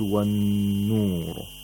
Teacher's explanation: the noon of nur is pronounced with shatta and ghunna, because noon is a sun letter and makes the noon mushaddad.